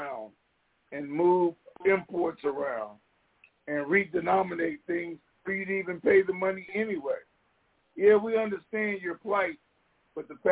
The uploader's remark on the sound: TNTSuperfantastic Conference Call